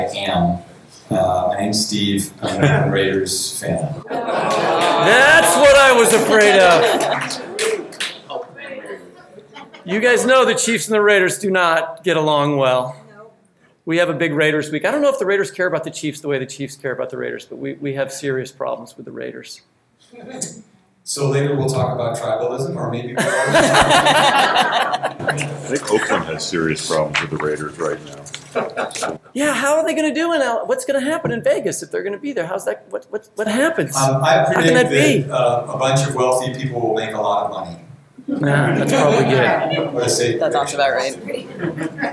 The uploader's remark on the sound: In this live episode of the Fiction/Non/Fiction podcast, recorded at the 2018 Miami Book Fair.